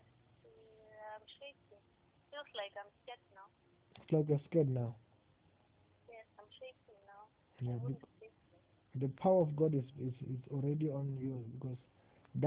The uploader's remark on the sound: Deliverance over the phone.